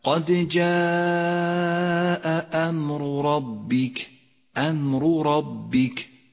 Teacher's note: الراء الأولى فخمت لأنها مضمومة والراء الثانية فخمت لأنها مفتوحة · Term: الراء المفخمة